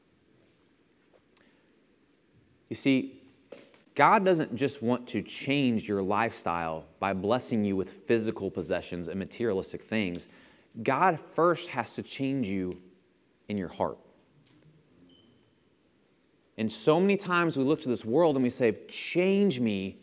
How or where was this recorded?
large echoing room